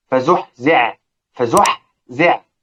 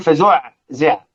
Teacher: فالحاء تضغم في العين · Shown in: first take